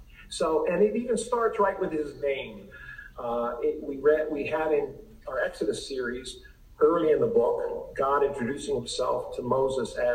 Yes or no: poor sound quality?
yes